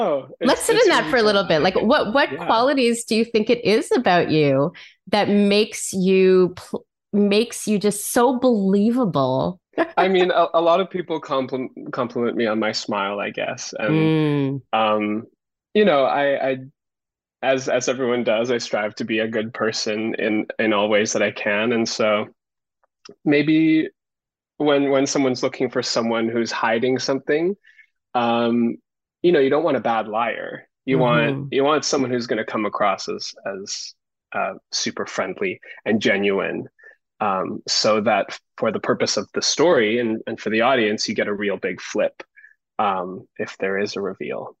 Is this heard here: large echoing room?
no